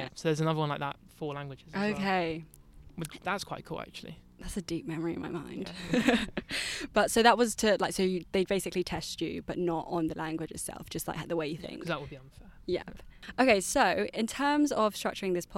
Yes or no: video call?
no